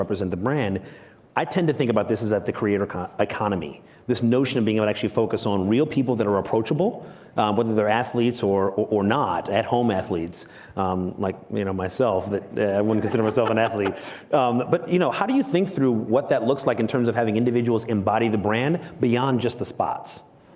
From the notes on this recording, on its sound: Recorded at AWNewYork 2021